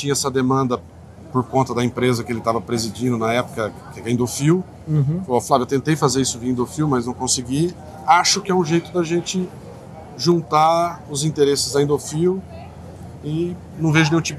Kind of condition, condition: setting, busy venue